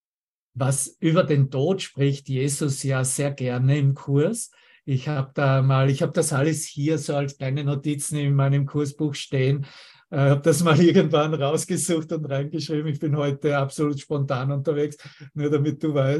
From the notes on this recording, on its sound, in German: Zoom-Session. Veranstaltet von der Aleph Akademie.